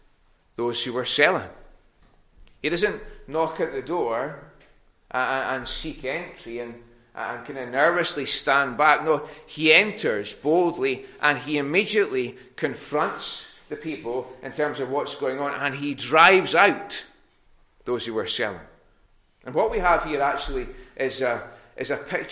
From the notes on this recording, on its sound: recorded at North Harris Free Church on the morning of Sunday 24th April 2022